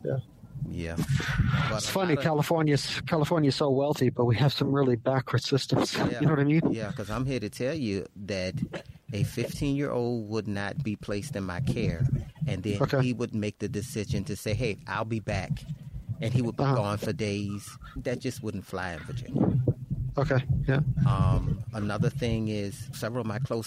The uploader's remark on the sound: THE PHONE CONVERSATION THAT TURNED INTO A PODCAST